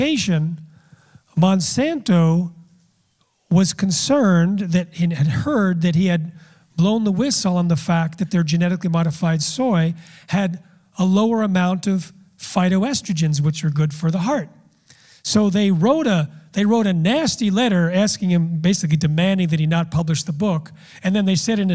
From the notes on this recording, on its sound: speaks at a Real Truth About Health live conference